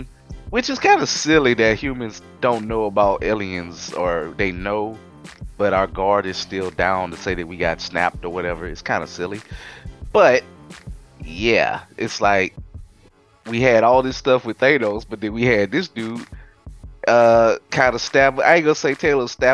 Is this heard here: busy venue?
no